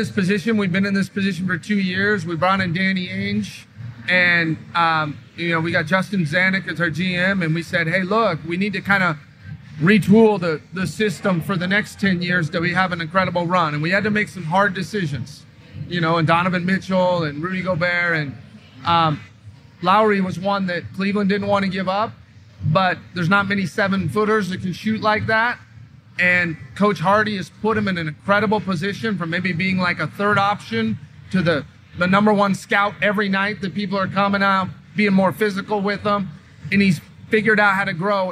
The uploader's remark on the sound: Live at NBA All-Star in Utah